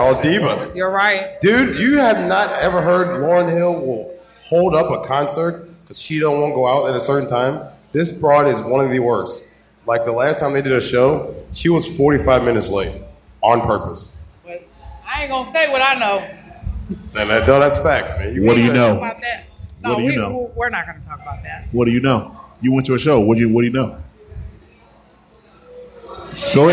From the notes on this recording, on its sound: In the larger than usual live audience